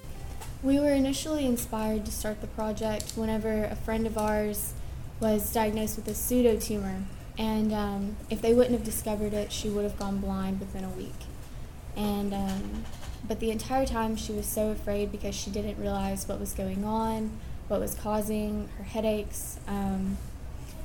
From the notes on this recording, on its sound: The guys talk with the Carl Sandburg eSports team at the Illinois Computing Educators Conference.